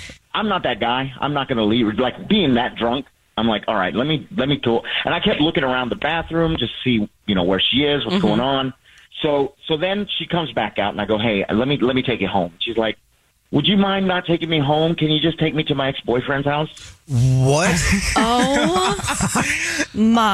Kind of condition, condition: link, phone line